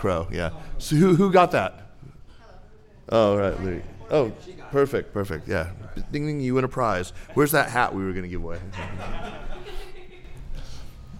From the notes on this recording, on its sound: Live in New York City. Our live recording from the Rizzoli Bookstore in the Flatiron district of Manhattan.